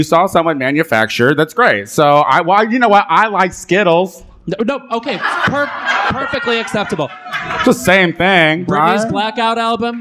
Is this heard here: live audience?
yes